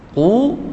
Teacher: فإذا وقفت على كلمة قو أو الكلمة الأولى فإنك لا تمد لا أربع ولا خمس، إنما تمد مد طبيعي